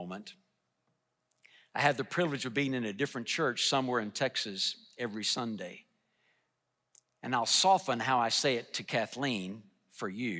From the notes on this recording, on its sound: delivered a message in #SWBTSChapel